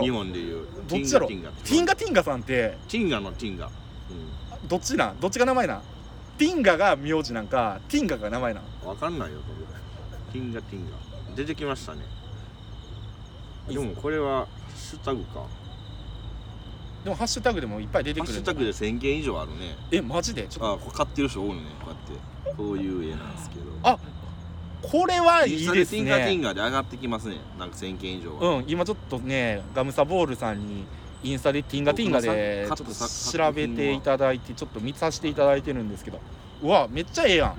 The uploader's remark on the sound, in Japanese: 公園録音で虫も聴けるpodcastでございます！